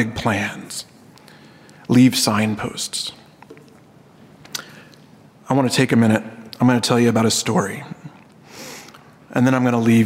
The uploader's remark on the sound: This episode is taken from the Hutchmoot 2012 session titled “Tales of New Creation”.